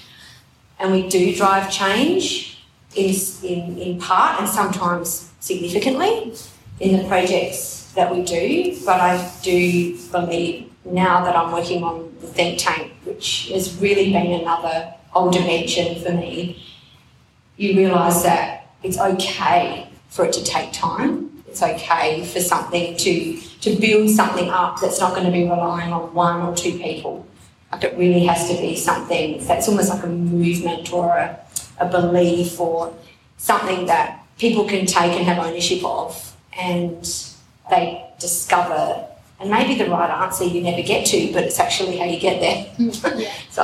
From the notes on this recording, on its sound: Adelaide Summer 2021. Live recordings from our much loved Seasonal Salon series.